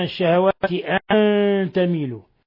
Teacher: من أشد حالات الإظهار الشفوي، ويريد الذين يتبعون الشهوات أن تميلوا، نون ساكنة بعدها التاء إخفاء حقيقي